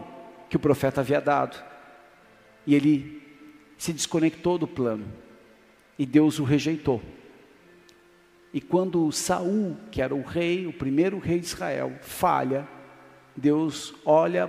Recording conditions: large echoing room